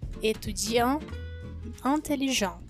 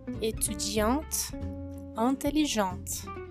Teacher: Por exemplo, estudante, que no português é invariável, no francês nós temos étudiant e étudiante. Em étudiant, o som final é o an. E em étudiante, o som final é o som do t. O mesmo acontece com intelligent e intelligente.